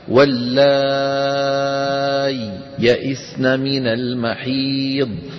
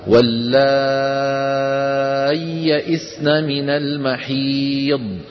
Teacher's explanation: الإظهار لا يمكن أن يحدث إلا إذا فصلنا الياء عن الياء بسكتة · Shown in: first take · هكذا واللائي يئسن من المحيض، بدون تلك السكتة لا يمكن أن يظهر. · والإدغام يكون بعدم هذه السكتة هكذا واللائي يئسن من المحيض، فندغم الياء الأولى في الياء الثانية